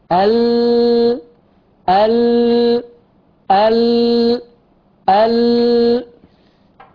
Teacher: فحدث اعتراض أمامي عند اللام فانحرف يمنة ويسرى · Term: انحراف اللام